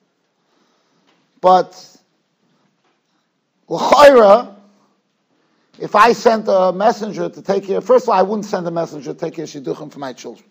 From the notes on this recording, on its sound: Shiur recorded in Yeshivas Ohr Reuven, Monsey, NY